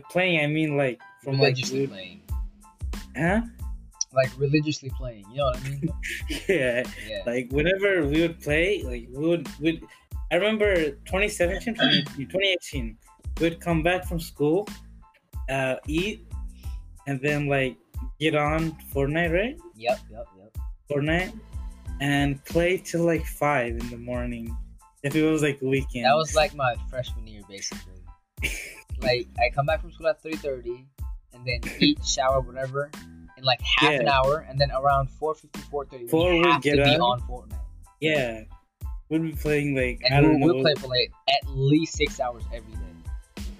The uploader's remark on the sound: Sorry for the technical difficulties and sound quality in this episode.